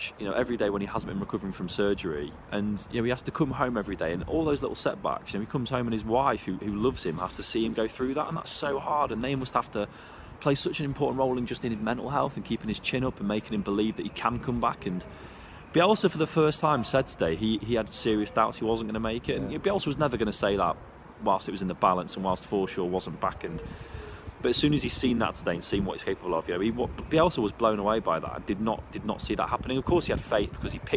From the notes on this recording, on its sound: LIVE from Elland Road